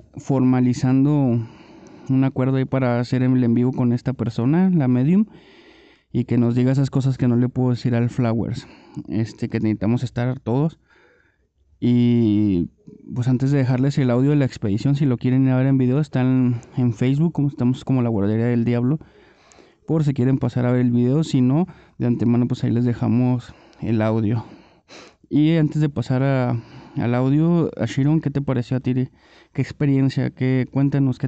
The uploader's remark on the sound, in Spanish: Expedición - deportivo Xochimilco. Este episodio es un audio de la expedición que se llevó acabo en "VIVO". El audio está completamente en vivo.